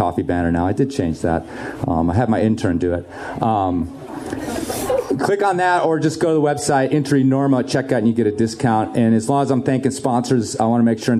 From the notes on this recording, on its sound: I fight the sound of the clinking coffee cups and the hiss of the espresso machine to bring you a Live Enormocast from Bonfire Coffee in Carbondale. The winds of 5Point Film Festival brought my three guests to town.